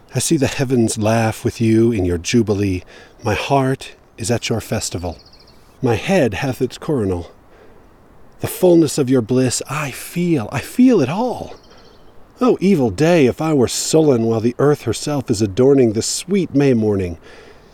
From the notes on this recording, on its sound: I recorded this at various stops on a hike up along the Deer Creek - Dry Creek trail in the Lone Peak Wilderness. Until I reached the water flowing under a snow field and didn't want to risk a crossing.